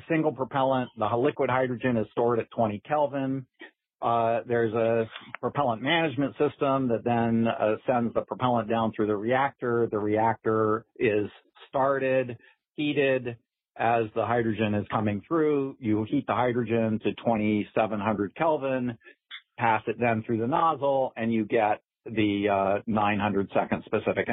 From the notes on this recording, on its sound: The topic was the subject of the June 16th Future in Space Operations teleconference.